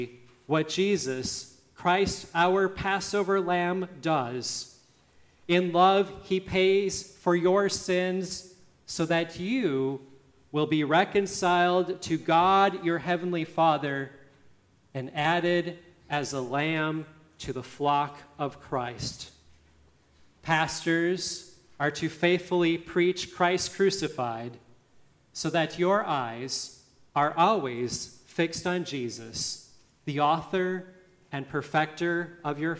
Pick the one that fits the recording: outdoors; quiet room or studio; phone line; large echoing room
large echoing room